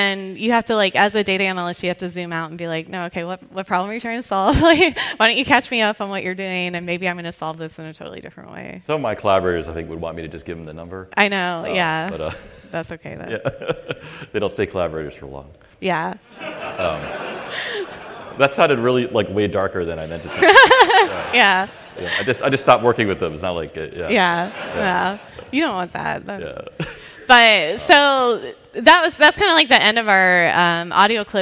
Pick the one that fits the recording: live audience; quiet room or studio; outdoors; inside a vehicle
live audience